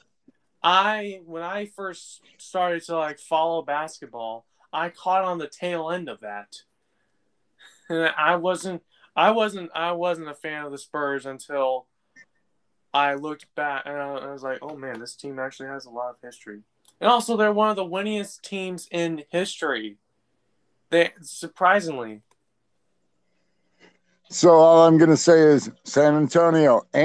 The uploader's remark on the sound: Technical difficulties cut this episode short.